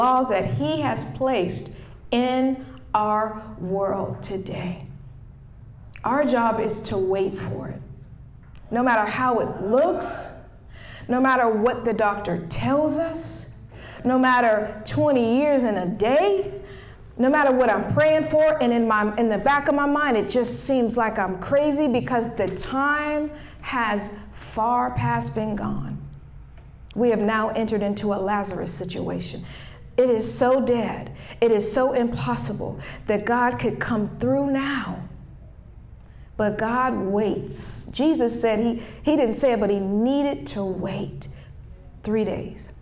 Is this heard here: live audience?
yes